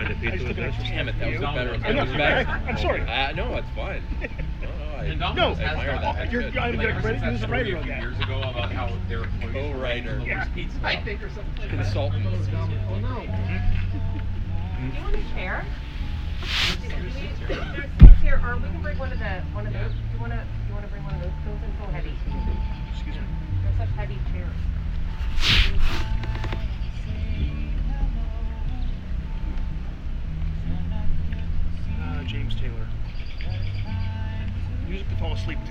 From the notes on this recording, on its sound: Live at the MMPR18 BBQ pt 2